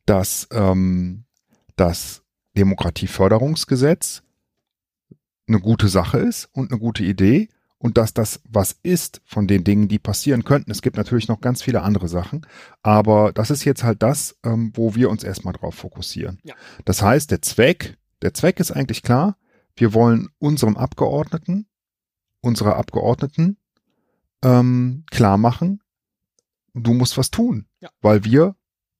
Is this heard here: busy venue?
no